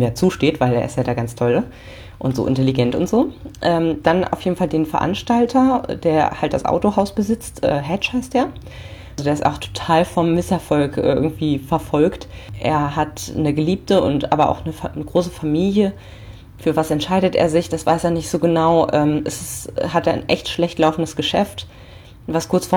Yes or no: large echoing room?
no